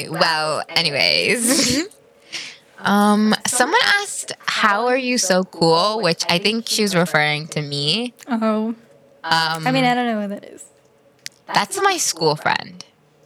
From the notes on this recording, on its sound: With a slight echo bc SOMEONE cough cough is too god damn loud.